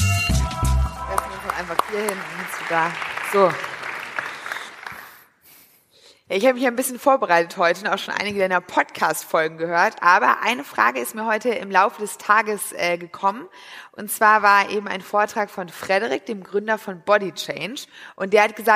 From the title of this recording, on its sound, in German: live vom POL